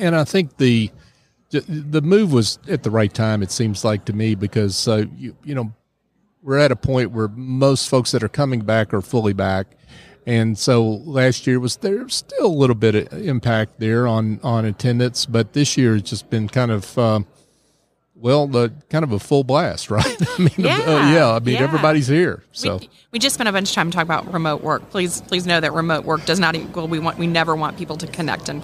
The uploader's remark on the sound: LIVE from SOAHR 2023. LIVE at the Business RadioX® remote at SOAHR 2023.